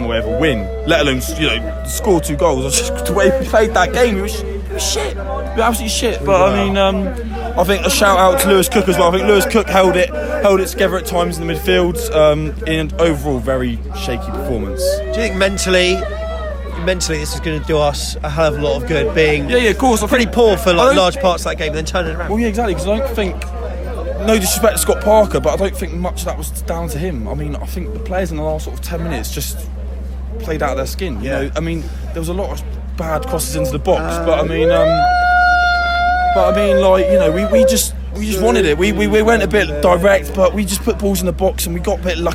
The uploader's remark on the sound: The weekend was crazy – from the party atmosphere in The Manchester before the game, right through to the nightlife in Blackpool after hours – and we took our microphone with us to capture it all, including the raucous scenes at full-time at Bloomfield Road.